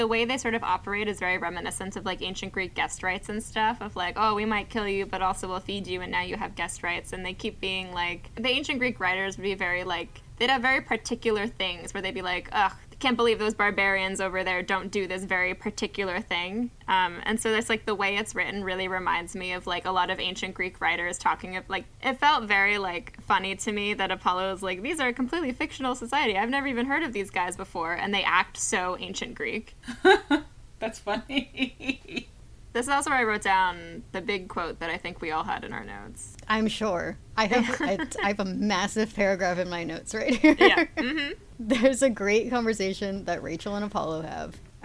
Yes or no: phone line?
no